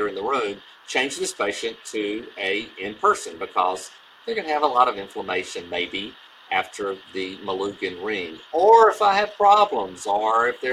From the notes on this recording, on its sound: this episode has been impacted by technical difficulties.